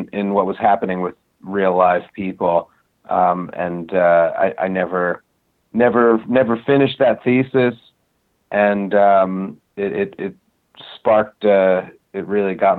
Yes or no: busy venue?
no